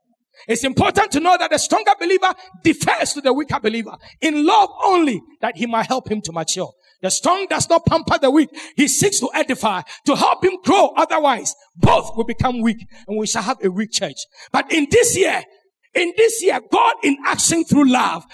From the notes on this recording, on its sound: Sermon preached at CBC Adabraka Campus